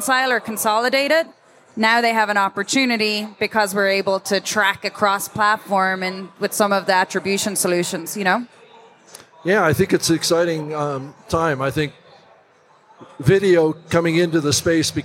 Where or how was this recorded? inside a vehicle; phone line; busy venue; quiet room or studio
busy venue